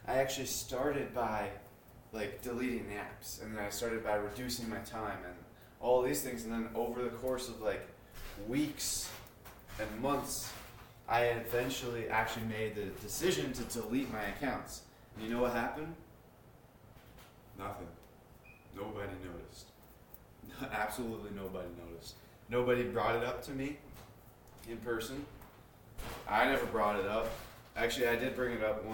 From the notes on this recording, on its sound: Sorry about audio, I don't notice until after Practice #70.